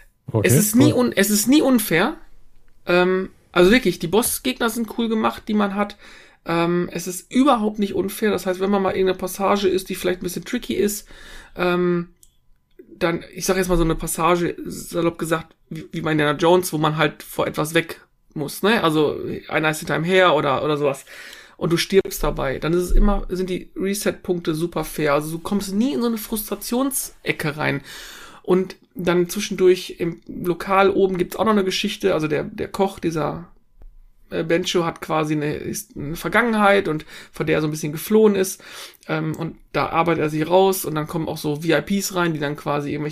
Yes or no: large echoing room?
no